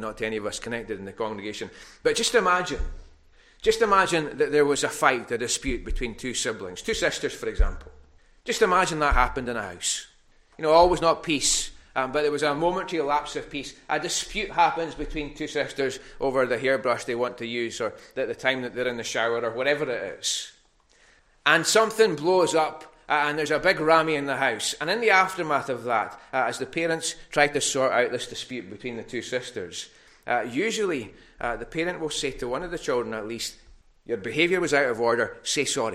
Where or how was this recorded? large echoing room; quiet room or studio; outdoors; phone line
large echoing room